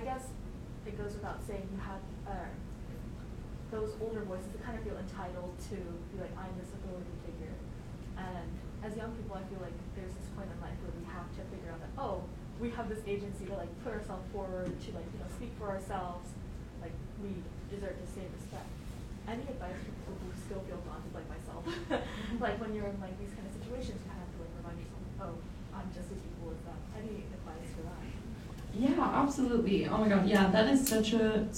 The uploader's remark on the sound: Tunes in live from Austin, TX at the IGNITE Norma K. Stone Young Women Run Texas 2023 conference.